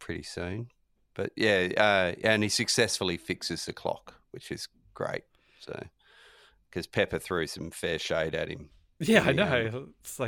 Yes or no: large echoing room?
no